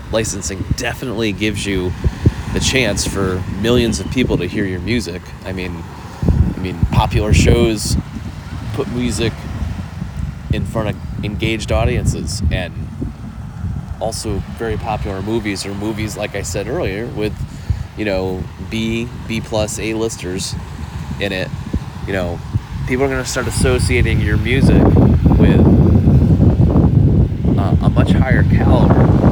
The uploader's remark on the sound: This week I was testing the ability to podcast in an oceanic environment - with sound issues to boot! Didn't want to spend a ton of time editing this week, so modify your sound to adjust for the highs and lows this week!